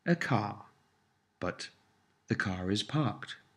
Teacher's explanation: In Standard English, the word car is pronounced without the R, except when a vowel follows. Compare a car, but the car is parked.